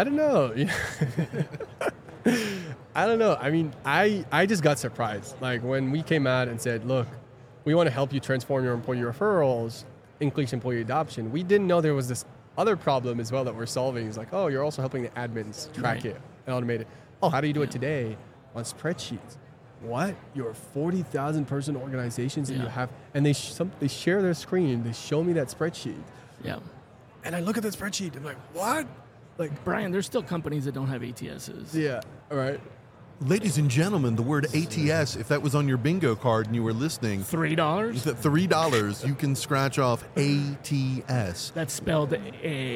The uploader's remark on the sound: This is a special mini series recorded with Oleeo at HR Tech 2023. This is a special mini series recorded with Oleeo at HR Tech 2023.